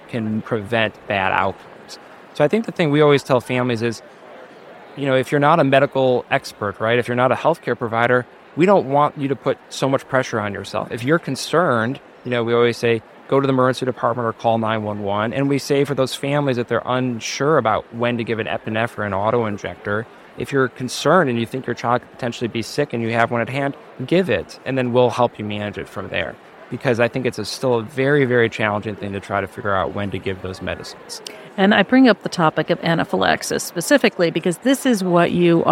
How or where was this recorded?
busy venue